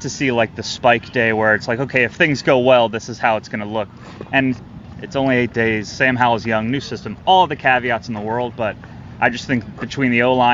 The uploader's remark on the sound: Talking live from Commanders training camp